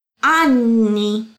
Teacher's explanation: Attenzione alla doppia N e alla vocale A aperta.